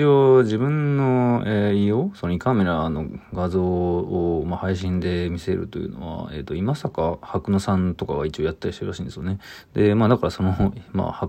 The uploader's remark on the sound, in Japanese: ボイスメモです。